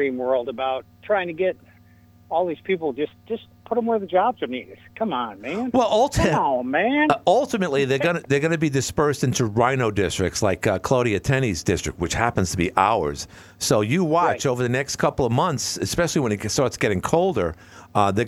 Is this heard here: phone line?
yes